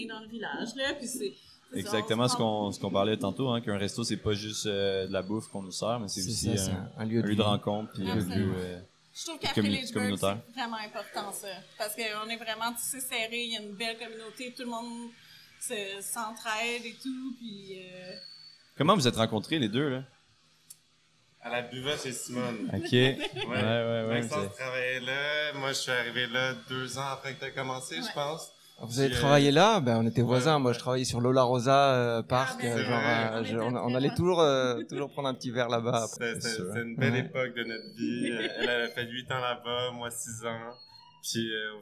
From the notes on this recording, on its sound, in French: Sont au Pop-up des Fermes et Restos. Cet épisode a été enregistré en direct pour vous faire revivre ce bel évènement.